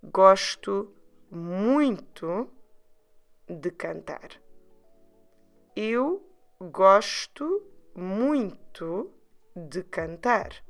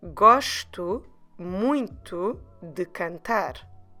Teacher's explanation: the word muito, it is quite nasal in the beginning, although this time, for once, the spelling doesn't let us know about it.